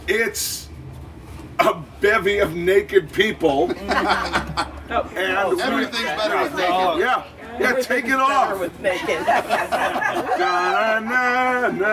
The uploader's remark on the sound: Live From Desire. As well as a couple dozen other sexy naked people, for an open-mic discussion group towards the end of our amazing week at Desire. Other than inserting a couple commercial breaks, this is completely unedited.